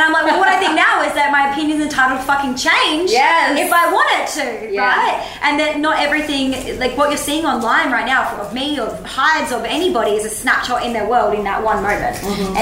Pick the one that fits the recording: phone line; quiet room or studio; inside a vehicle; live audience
live audience